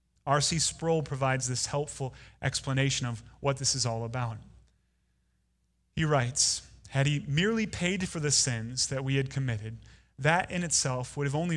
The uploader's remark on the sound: Delivered Sunday, January 12, 2019 at Woodridge Community Church (New Berlin, WI).